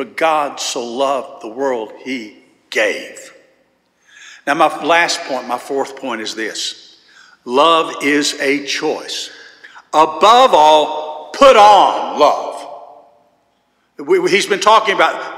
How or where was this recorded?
large echoing room